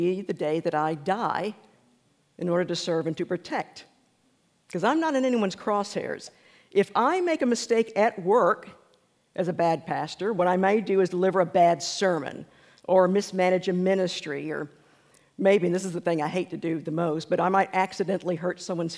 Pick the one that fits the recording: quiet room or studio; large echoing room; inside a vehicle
large echoing room